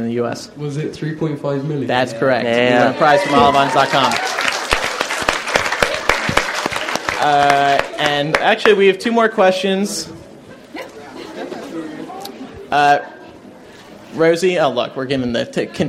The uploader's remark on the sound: LIVE From London. MuggleCast is LIVE in London for Waterstone’s Beedle the Bard release party!